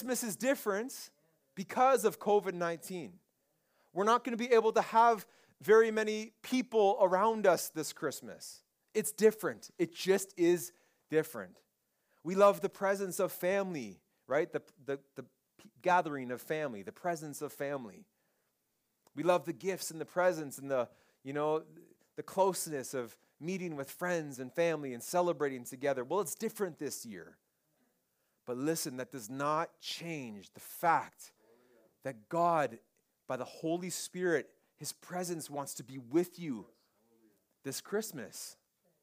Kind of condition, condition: setting, large echoing room